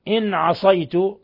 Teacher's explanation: نون ساكنة جاء بعدها العين، الحكم التجويدي إظهار حلقي لأن العين من حروف الإظهار